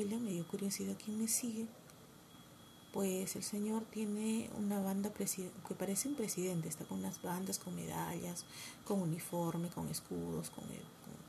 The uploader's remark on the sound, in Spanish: Disculpen el audio bajito. Estoy grabando de madrugada . No quiero que me caiga un zapatazo.